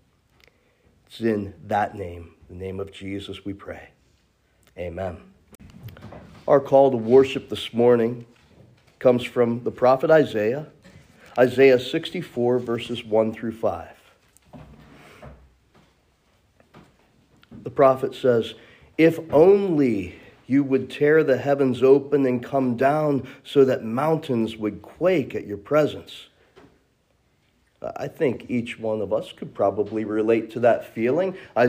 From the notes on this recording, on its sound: This message was originally delivered at Memory Chapel.